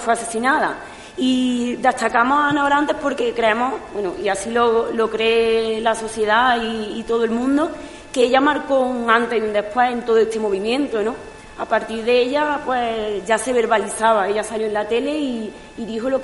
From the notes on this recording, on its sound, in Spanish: Voces Violeta desde la Casa de la Cultura. La Casa de la Cultura ha acogido el evento Voces Violeta contra la violencia machista. Ha realizado un programa en directo.